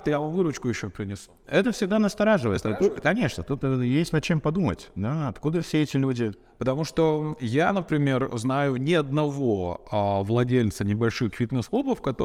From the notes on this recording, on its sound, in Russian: Подкаст Изнанка фитнеса делается "на ходу", мы записываем выпуски не в студии, а в фитнес-клубах, прямо на рабочих местах коллег.